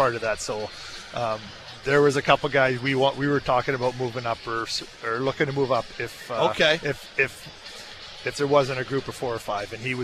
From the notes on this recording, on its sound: on the draft floor in Nashville